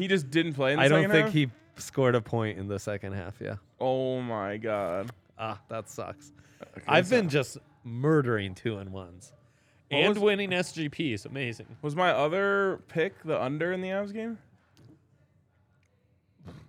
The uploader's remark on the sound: LIVE from the DNVR Bar